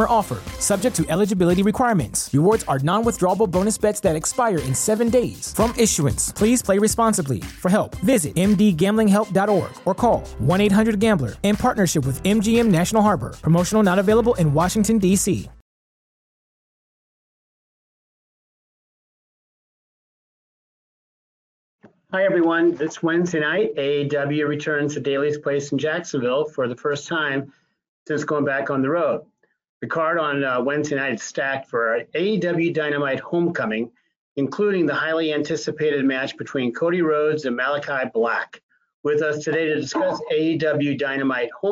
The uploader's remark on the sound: Media Conference Call